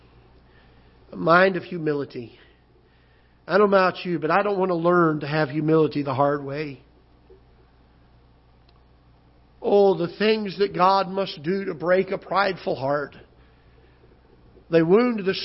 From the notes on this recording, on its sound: Ketha Heights Baptist Church ~ Live Broadcast.